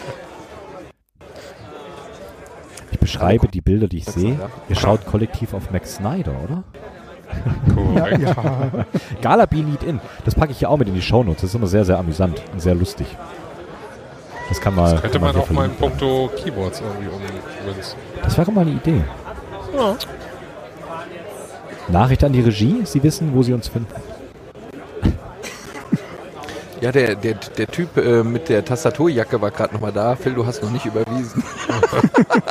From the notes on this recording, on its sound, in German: Late Night zu dreivirtel aus dem CCH in Hamburg live vom 37C3! Ist eure monatliche Live-Keyboard-Late-Night-Show.